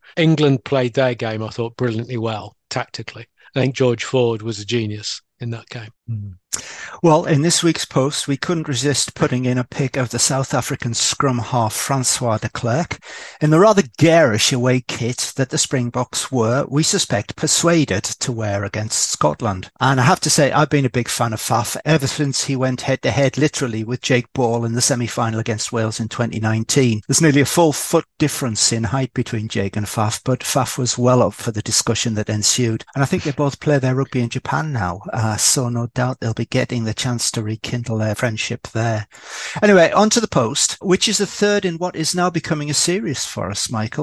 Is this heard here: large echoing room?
no